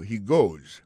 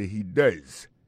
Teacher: Prononciation de même c'est un. He goes, prononciation c'est O. And he does, prononciation c'est un.